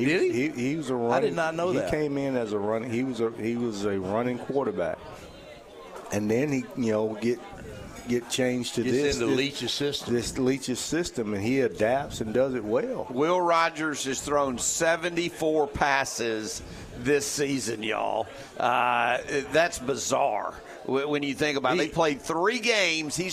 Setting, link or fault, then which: setting, busy venue